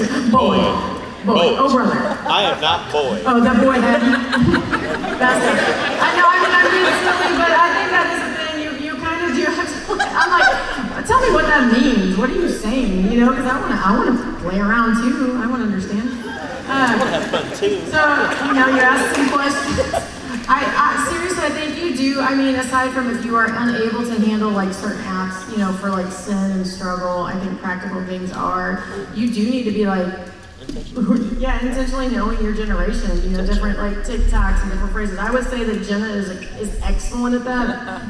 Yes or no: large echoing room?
yes